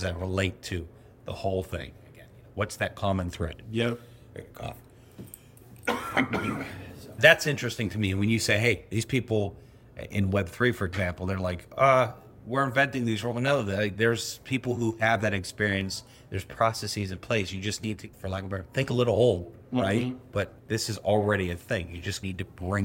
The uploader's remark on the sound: Recorded at Atlassian Team ’22. This special episode of The Modern Agilist Podcast was recorded LIVE at the Atlassian Team '22 conference in Las Vegas, Nevada!